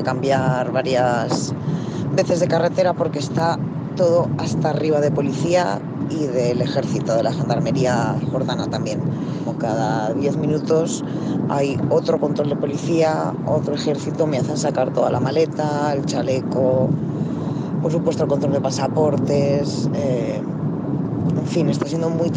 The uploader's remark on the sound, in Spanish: grabado en el terreno